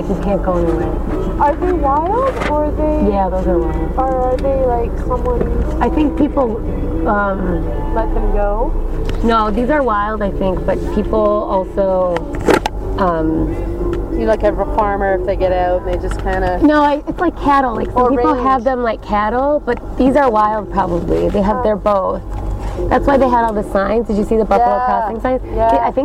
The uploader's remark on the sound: accidentally recorded over two hours of audio during a 12 hour drive from Dawson Creek, British Columbia to Watson Lake, Yukon